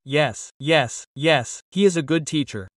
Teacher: Note that I can also omit the H when I put a word in front.